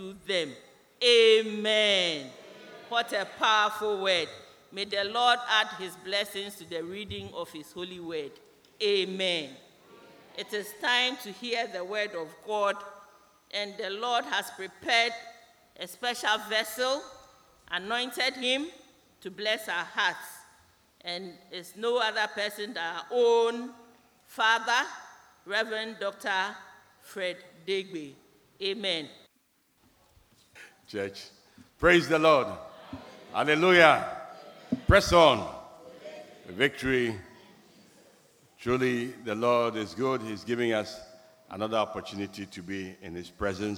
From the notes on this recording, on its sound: Sermon preached at CBC Shiashie Campus